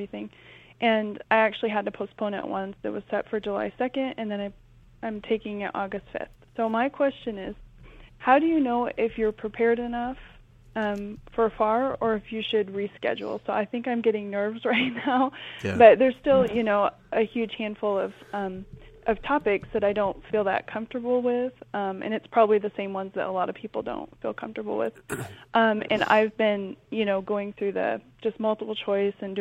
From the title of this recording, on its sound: Live Calls from CPA Candidates